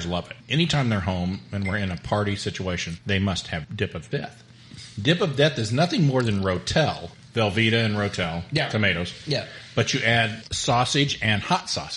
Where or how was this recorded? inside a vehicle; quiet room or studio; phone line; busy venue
busy venue